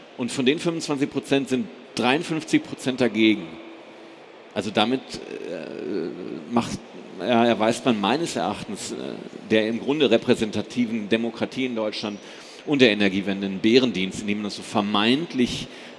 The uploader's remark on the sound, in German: in dieser Live-Folge des enPower-Podcasts